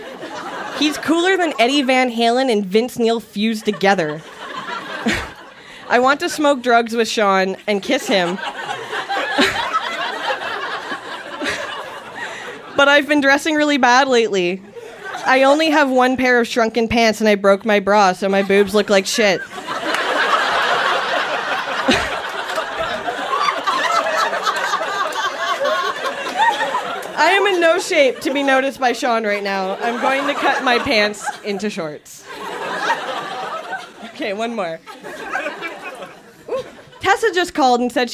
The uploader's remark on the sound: Recorded live at the Bytown Tavern in Ottawa, Ontario.